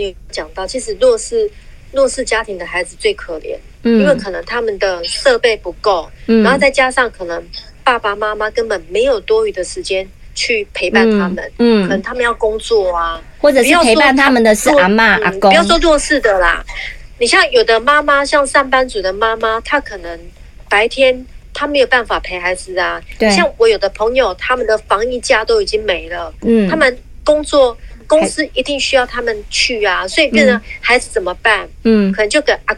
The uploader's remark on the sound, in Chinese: 在錄音室直接call out給在家裡的